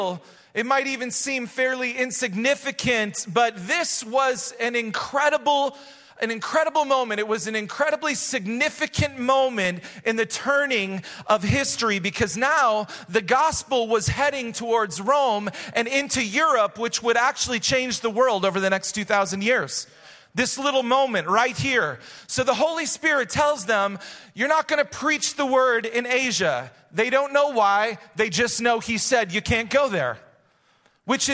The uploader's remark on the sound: Recorded live at Hope Church in Springfield, Mo.